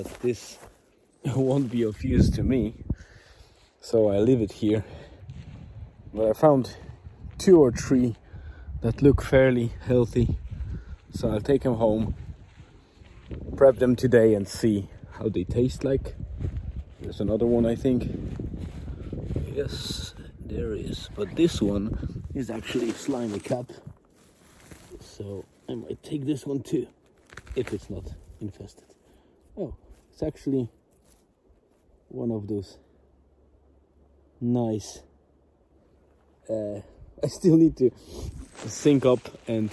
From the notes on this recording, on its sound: I decided to dictate this post on my phone as I walk through the forest and while my wife is doing her daily walk at Murvagh Beach.